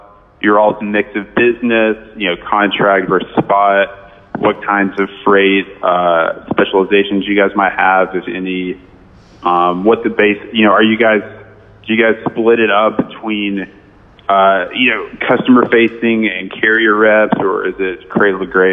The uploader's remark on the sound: This is a phone call with freightwaves